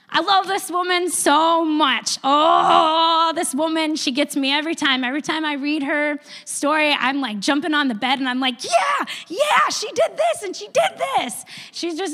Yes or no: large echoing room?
yes